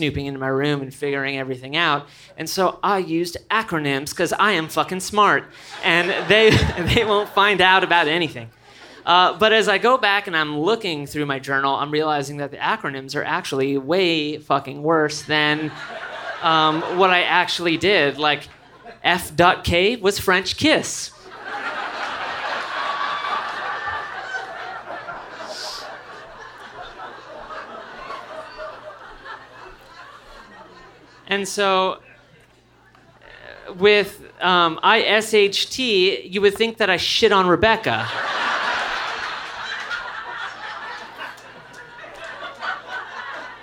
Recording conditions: live audience